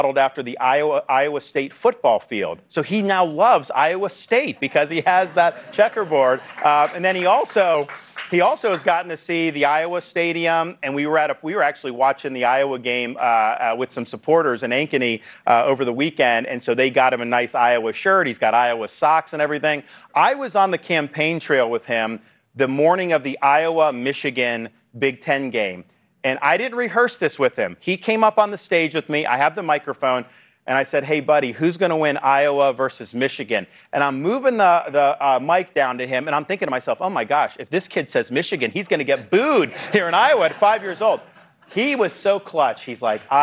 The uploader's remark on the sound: Republican Presidential Town Hall. From Des Moines, Iowa.